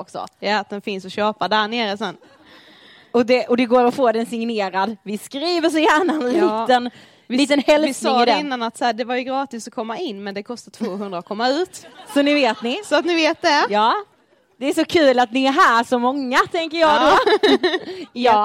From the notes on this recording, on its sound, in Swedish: Livepodd inspelad hos Unionen Göteborg den 11/4-19.